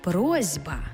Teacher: Глухий звук «с» стоїть поруч із дзвінким звуком «б», а глухий плюс дзвінкий шукає собі дзвінку пару. Тобто глухий «с» знайшов собі дзвінкий «з», і в транскрипції з'явилася «просьба».